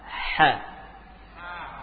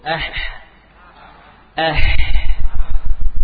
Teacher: Bagian tengah tenggorokan muncul huruf ha dan ain.